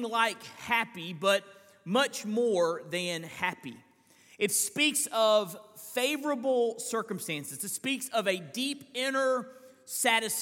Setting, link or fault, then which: setting, large echoing room